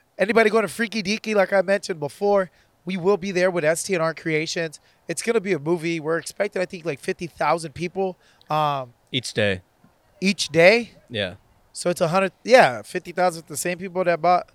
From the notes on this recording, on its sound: Thank you to The Yard at Ivanhoe District for allowing us to record